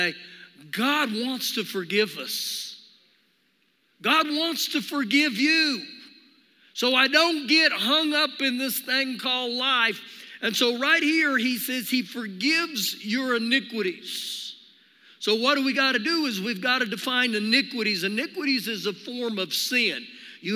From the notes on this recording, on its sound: Recorded live during our Sunday morning service